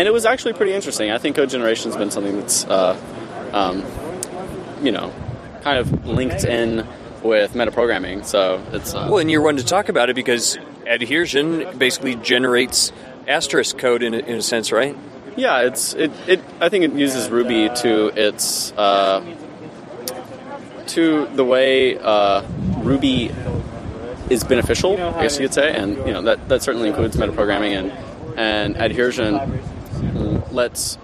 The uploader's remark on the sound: From the RubyFringe conference in Toronto.